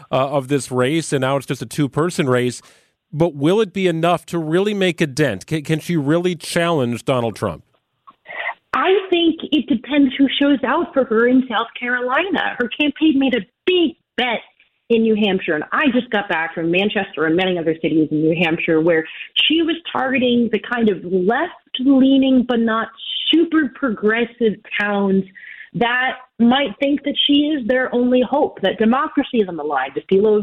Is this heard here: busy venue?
no